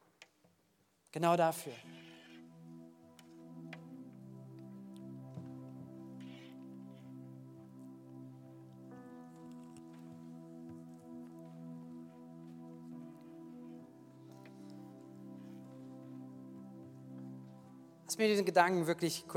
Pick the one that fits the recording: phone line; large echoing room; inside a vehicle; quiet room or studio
large echoing room